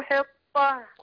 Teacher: الطاء حرف قوي مستعلي مطبق وبعدين مشدد فهيطلع بقوة